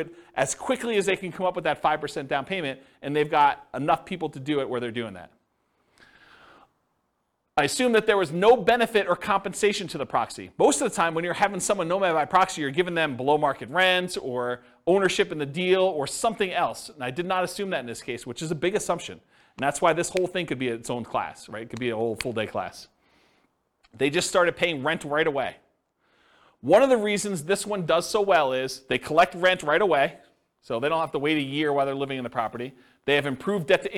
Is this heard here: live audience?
yes